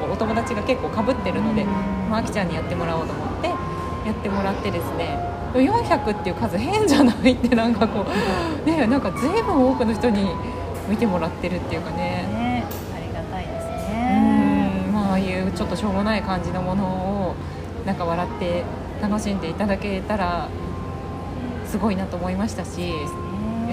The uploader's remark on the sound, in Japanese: 初の屋外収録です！初めての対面での収録です。